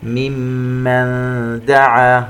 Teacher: نون ساكنة وبعدها حرف الدال إخفاء